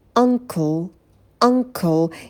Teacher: В слове uncle будет краткий а, очень быстрый звук, и потом носовой звук «н».